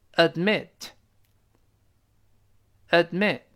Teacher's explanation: 注意舌尖顶住憋住气，a 停一下，再读 mit · Term: 失去爆破